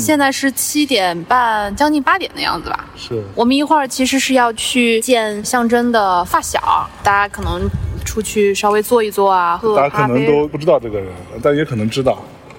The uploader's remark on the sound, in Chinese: 在中秋之日的傍晚时分，在连云港的小河旁，他们边散步边聊天，便录制了这期伴随着自然环境音的“路边风”。